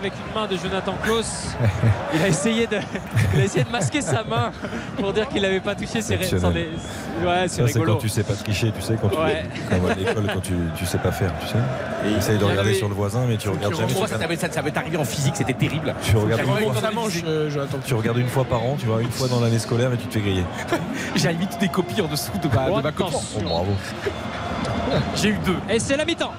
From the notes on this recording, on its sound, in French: en direct du Groupama Stadium